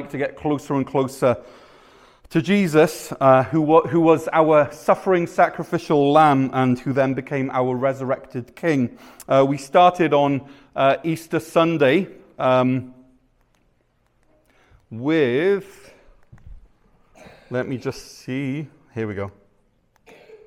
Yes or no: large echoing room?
yes